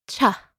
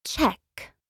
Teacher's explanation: Notice how a puff of air is released after the cha. · Term: aspiration